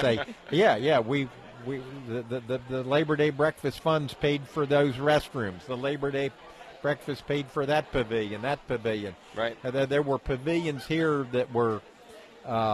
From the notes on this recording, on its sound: live from the 2022 Labor Day Breakfast at War Memorial Park!